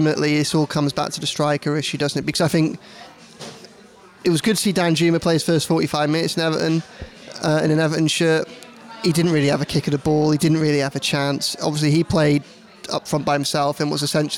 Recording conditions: busy venue